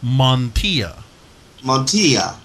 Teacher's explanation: The two L's you pronounce like a Y, so Montilla.